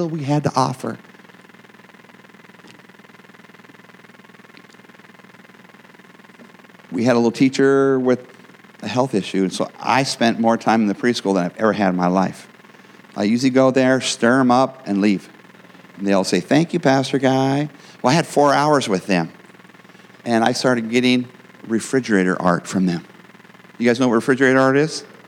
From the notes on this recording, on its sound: the gospel preached at our church on Sunday